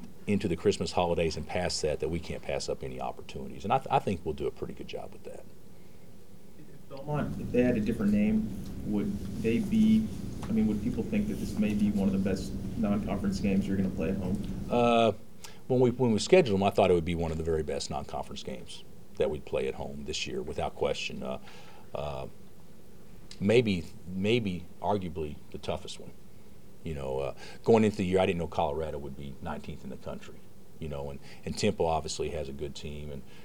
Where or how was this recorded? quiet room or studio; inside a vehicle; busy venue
busy venue